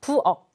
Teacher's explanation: 키읔이 그대로 발음이 나는 게 아니라 기역으로 교체가 되게 됩니다